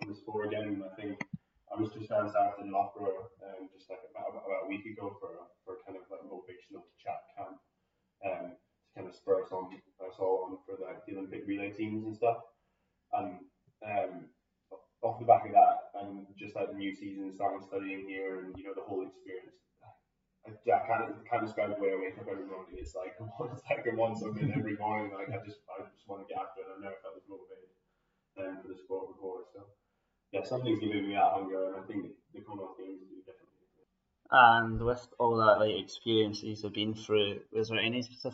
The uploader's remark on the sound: Please note that we have had difficulties on the day with recording with audio, resulting in some clips being edited out and a lower sound quality.